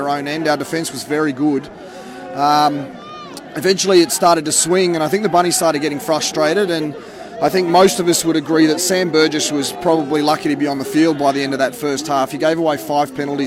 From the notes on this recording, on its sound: on location at Canberra Stadium